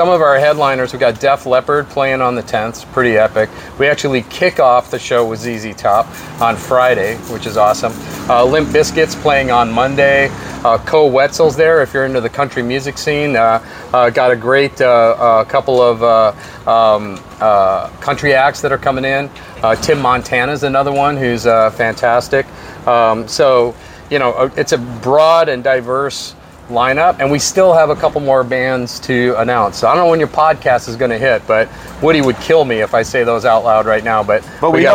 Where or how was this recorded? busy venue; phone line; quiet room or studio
busy venue